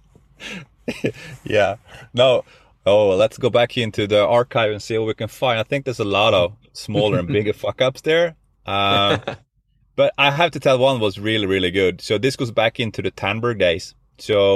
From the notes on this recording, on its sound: now it's the time for someone to record from his car!